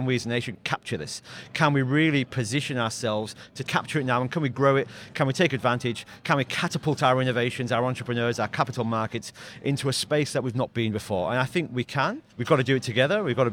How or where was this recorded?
busy venue